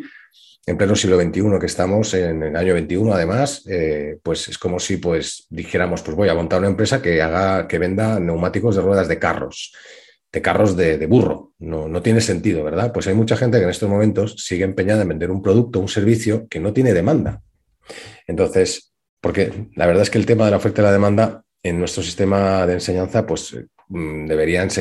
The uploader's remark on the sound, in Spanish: Hace unos dias participé en un taller en la Cámara de Comercio sobre cómo y porqué tener un buen plan de marketing. Este es el audio del webinar.